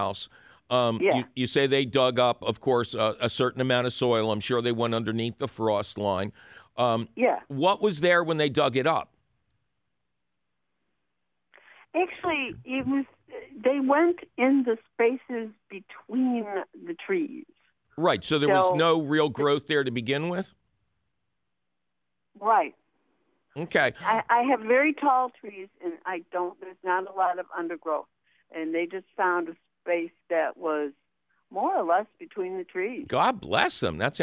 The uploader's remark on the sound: Otherwise, its a fabulous phone call question show!